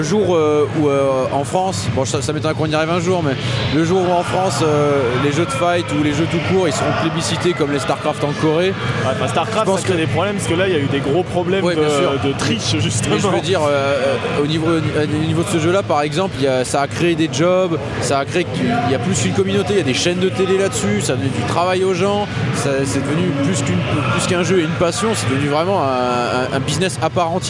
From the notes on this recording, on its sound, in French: Stunfest 2010. Podcast sur l'arcade enregistré lors du Stunfest. Il a été remixé, nettoyé et chapitré.